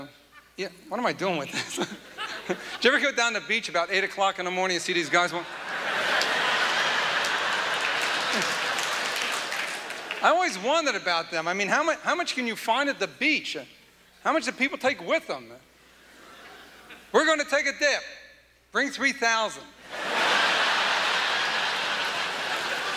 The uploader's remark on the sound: graces the stage at the 1995 Just for Laughs Festival in Montreal